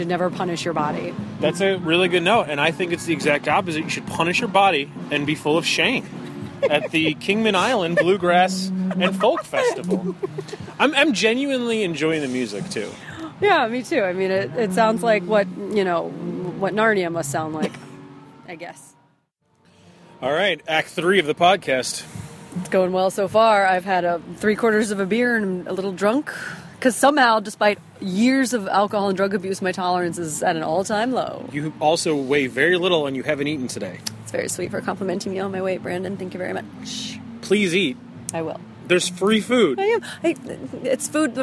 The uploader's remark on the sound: Backstage at the Kingman Island Bluegrass and Folk Festival. It was a lot of fun so we podcasted backstage between sets.